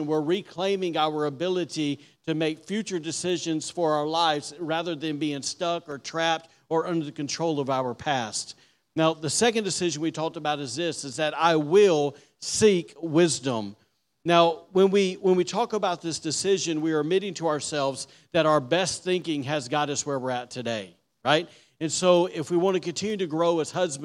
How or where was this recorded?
large echoing room